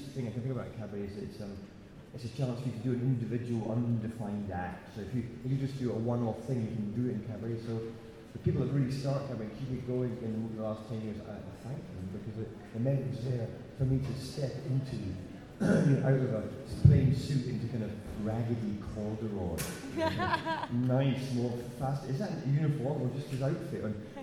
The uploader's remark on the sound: TO&ST in the Afternoon at Edinburgh Fringe 2013. At the first TO&ST in the Afternoon cabaret event – held on August 7 2013 at Fringe Central in conjunction with the Time Out & Soho Theatre Edinburgh Cabaret Award.